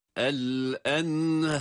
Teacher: ha'yı ince bir sesle uzatarak okuyoruz fakat ra kalın olarak telaffuz edilmelidir.